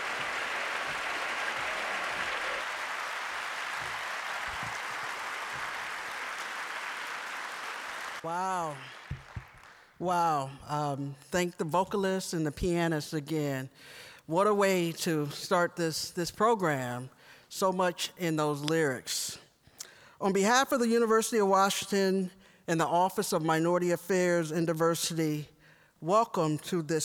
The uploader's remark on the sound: spoke at The University of Washington’s Meany Hall on February 23